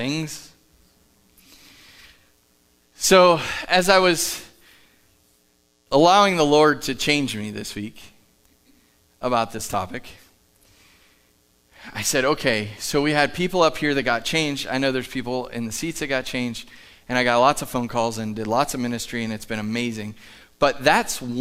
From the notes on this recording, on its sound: Live from The Summit Church in Dover, OH